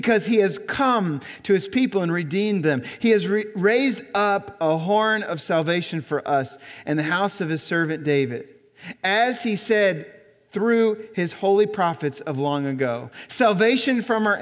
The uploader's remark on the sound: Recorded on December 10, 2017 at Graceland Baptist Church in New Albany, Indiana.